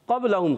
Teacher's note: قاف موٹا حرف مستعلیہ ہے، قاف موٹا رکھنا ہے. قب با حرف قلقلہ میں سے، با ساکن ہے، جب حرف قلقلہ ساکن ہوتے ہیں تو آواز لوٹ کر آتی ہے.